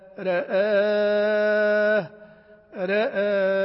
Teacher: فإنها لورش فيها التقليل في الحرفين، التقليل في الحرفين الراء والهمزة